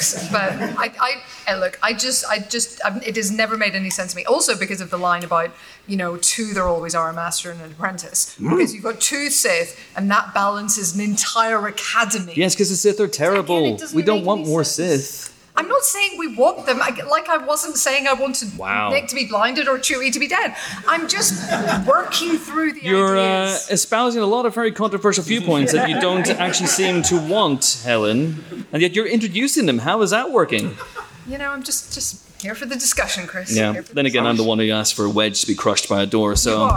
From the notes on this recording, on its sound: The live podcast we recorded a few weeks ago when Star Wars Celebration came to London. Audience questions.